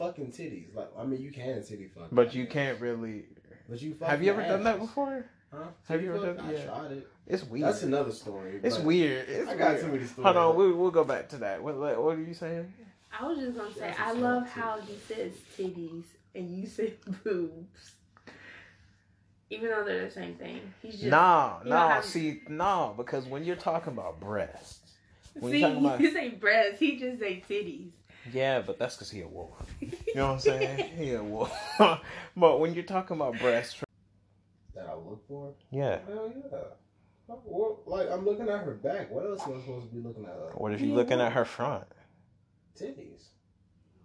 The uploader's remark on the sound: Sorry for any audio errors working on the kinks.